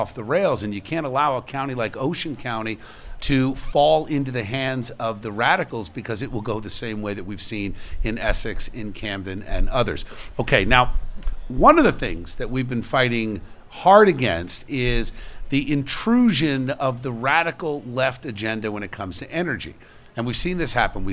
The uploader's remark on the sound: Live From Jenkinsons In Pt. Pleasant Beach